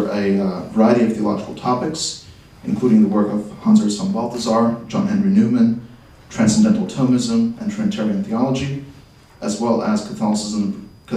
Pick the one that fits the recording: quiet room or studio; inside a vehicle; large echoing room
large echoing room